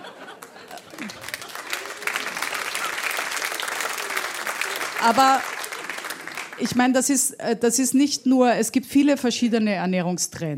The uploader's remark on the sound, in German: Im Studio Eins des Saarländischen Rundfunks. Der Mitschnitt der öffentlichen Veranstaltung.